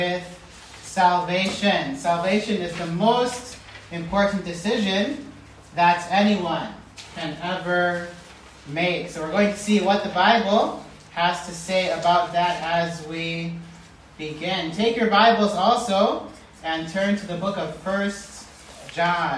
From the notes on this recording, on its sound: preached this message at the IBMK Missionary Kids Camp in Kenya